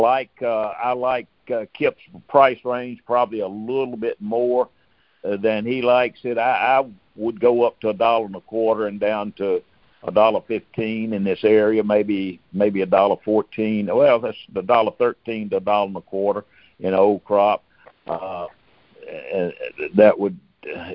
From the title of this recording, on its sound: Monthly Conference Call